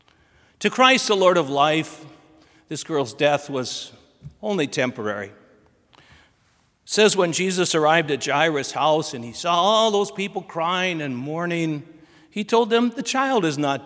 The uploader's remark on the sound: Sermon from BLC Chapel